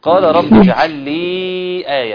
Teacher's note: مد منفصل يمد بمقدار 4 حركات